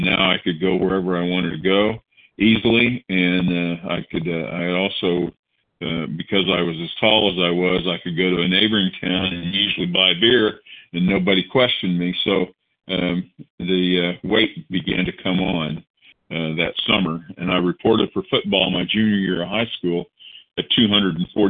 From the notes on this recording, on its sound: the 100 Pounders Phone Meeting, 7/15/23